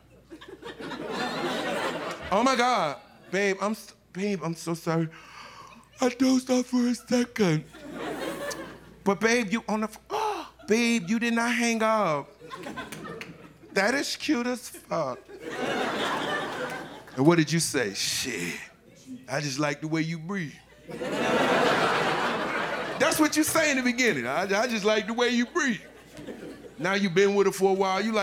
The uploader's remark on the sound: Live from Tribeca